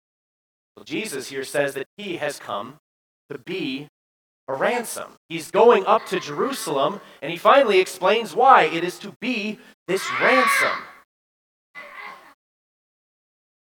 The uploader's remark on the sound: Bethany, Appleton, WI. At Bethany's Sunday worship.